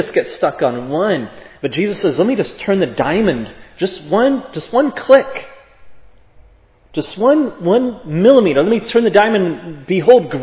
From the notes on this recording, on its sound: was preached at Providence Church